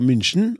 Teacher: uttalt München med Y, altså en sånn U med tødla, det er tødla, ikke sant?